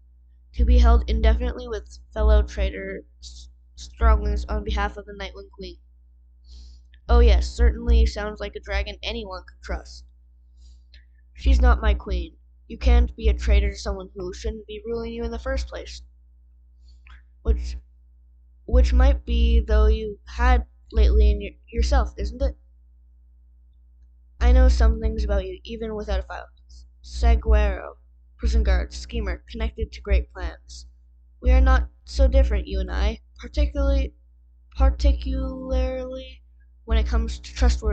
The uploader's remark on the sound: sorry about the mic